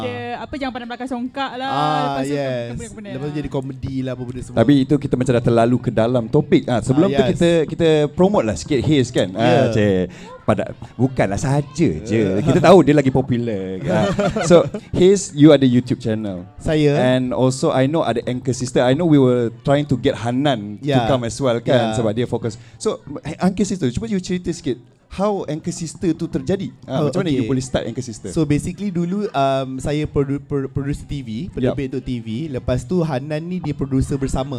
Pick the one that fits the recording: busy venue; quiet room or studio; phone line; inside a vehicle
busy venue